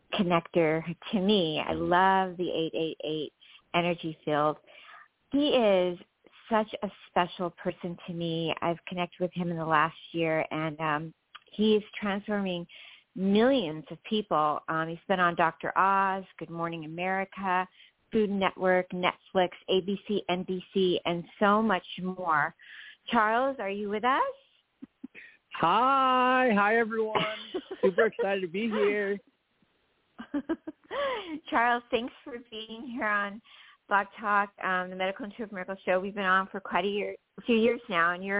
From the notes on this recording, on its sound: As they talk with previously recorded callers. THIS SHOW WAS PREVIOUSLY RECORDED. In this previously recorded episode on Blog Talk Radio.